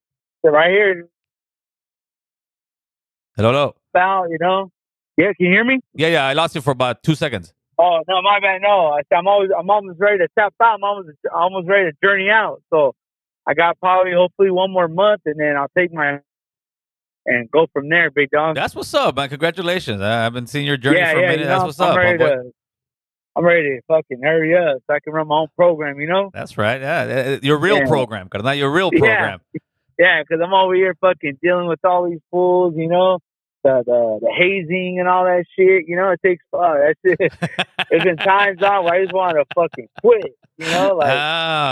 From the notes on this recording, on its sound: Answers the phones to hear from viewers what they want to talk about.